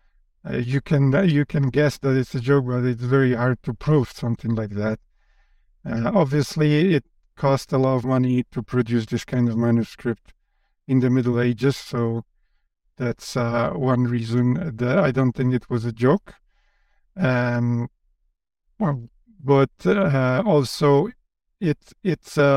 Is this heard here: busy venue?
no